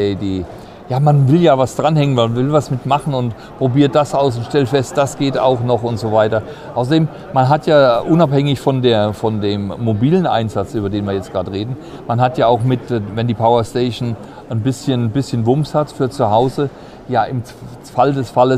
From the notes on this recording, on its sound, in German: Podcast: Caravan Salon 2023 live mit EcoFlow. Live-Folge vom Caravan Salon.